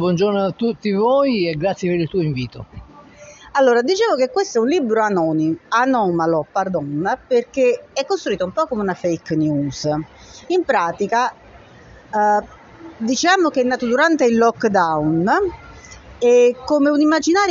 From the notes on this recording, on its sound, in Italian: Puntata speciale di Io Scrivo Self in diretta dal caffè 089 di Salerno.